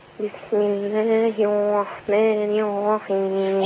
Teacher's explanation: خدي حضرتك أنت بتبدلي الراء بواو، ما تقولش بسم الله الرحمن، بسم الله الرحمن.